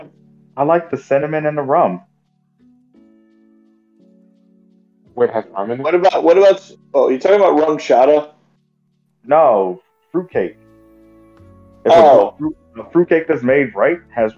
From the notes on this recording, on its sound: Once again please excuse the mic issues.